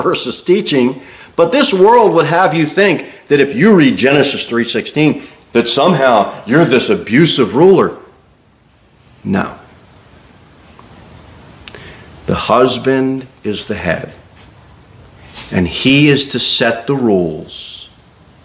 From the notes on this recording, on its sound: Sermon delivered at Pilgrim Baptist Church